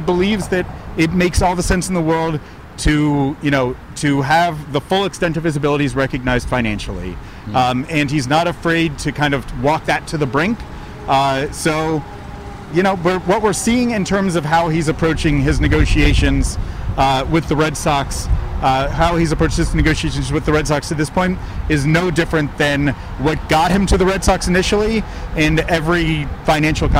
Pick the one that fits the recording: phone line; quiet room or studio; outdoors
outdoors